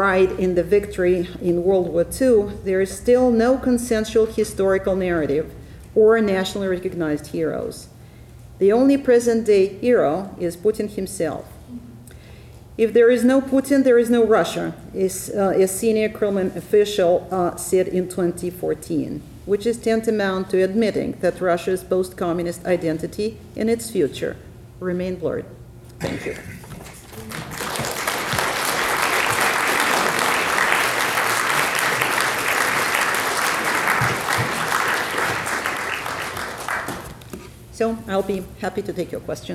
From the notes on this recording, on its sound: Ellison Memorial Lecture at the University of Washington.